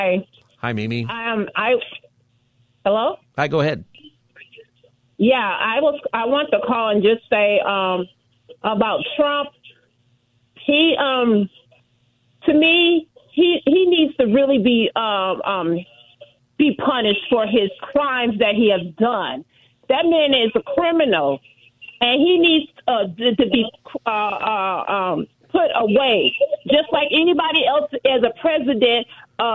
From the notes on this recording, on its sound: Listeners call